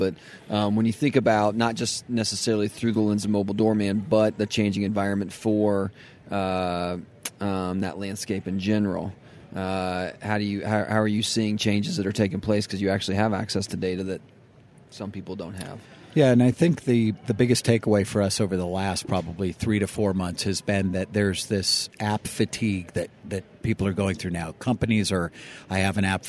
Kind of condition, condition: setting, busy venue